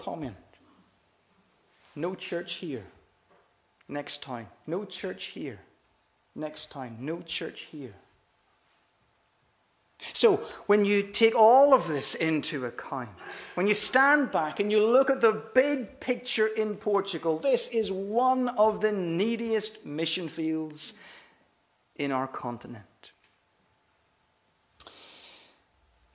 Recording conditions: large echoing room